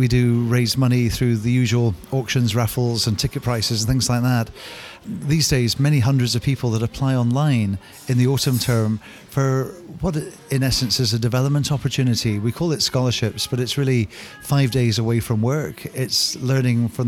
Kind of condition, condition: setting, busy venue